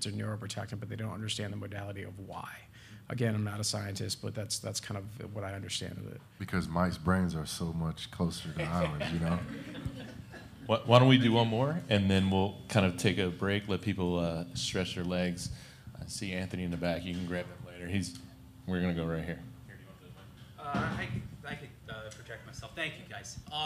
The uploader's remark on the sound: at The Outside Game 2019 in New York City September 5, 2019.